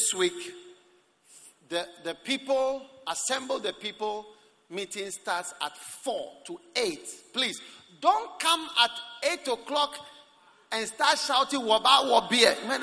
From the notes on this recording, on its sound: Preached at the Prophetic Encounter Service.